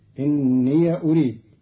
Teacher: قرأ قالون كلمتي إني أريد بفتح ياء الإضافة فتصير إني أريد، والفتح والإسكان في لغة العرب.